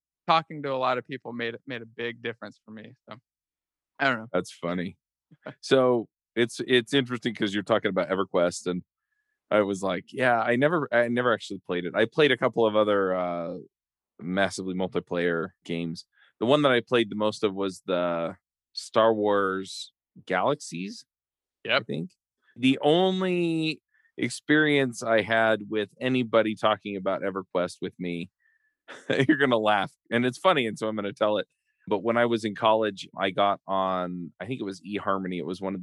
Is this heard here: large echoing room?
no